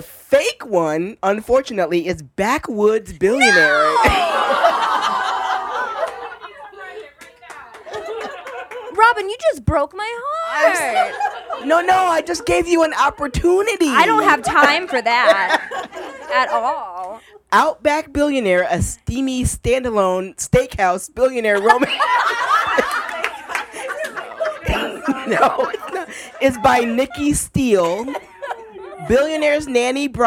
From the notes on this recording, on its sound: Live Show at RT. At the Romantic Times BookLovers Convention in Atlanta! We had wine, snacks, and a room full of somewhat tired and entirely awesome podcast fans.